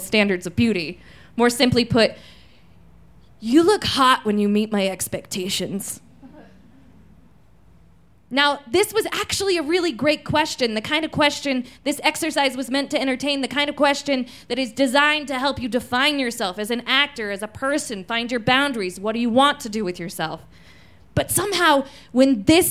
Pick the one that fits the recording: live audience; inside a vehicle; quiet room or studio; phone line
live audience